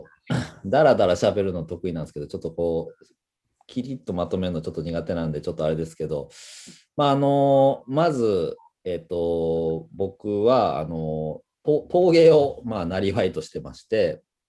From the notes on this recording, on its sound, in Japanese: Zoom」を使用して収録されました